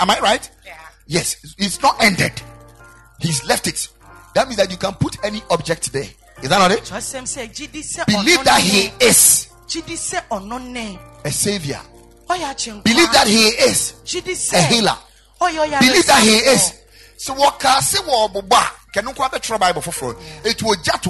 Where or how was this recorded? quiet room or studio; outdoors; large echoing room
large echoing room